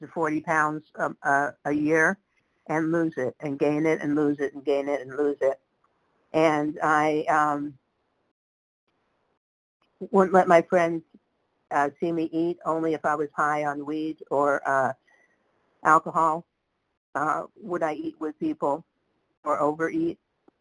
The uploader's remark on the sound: 100 Pounders Phone Meeting